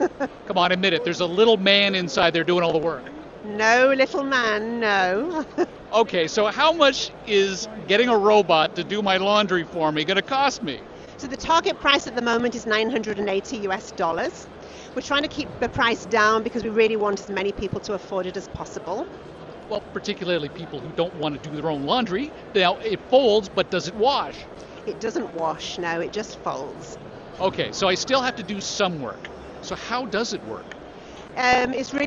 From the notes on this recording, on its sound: Live from the floor of the Las Vegas Convention Center at the 2018 Consumer Electronics Show in Las Vegas!